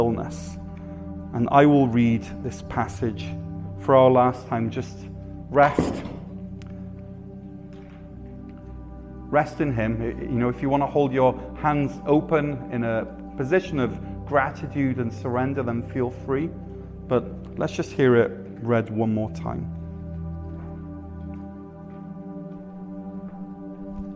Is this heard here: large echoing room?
yes